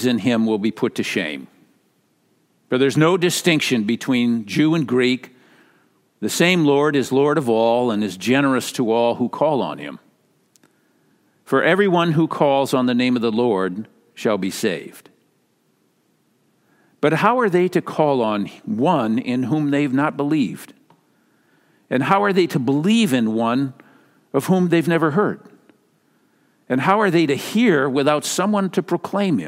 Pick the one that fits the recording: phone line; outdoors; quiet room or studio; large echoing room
large echoing room